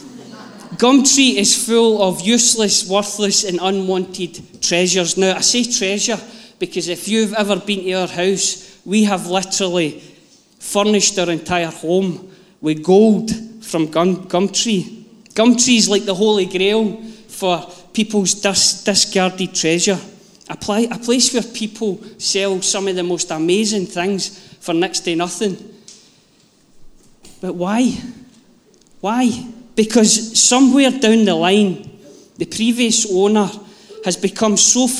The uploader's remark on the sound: Live from our Sunday gathering on 17/07/22